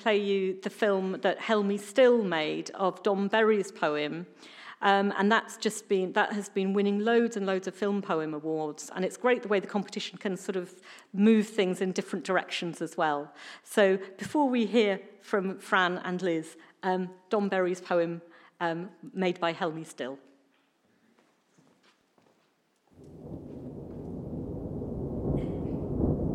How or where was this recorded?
live audience